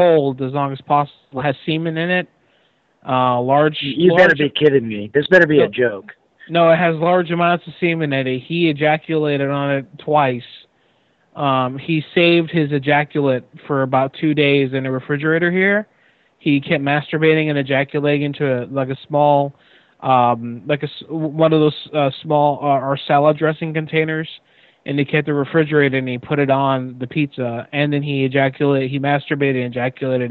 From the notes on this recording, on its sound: Prank Phone Calls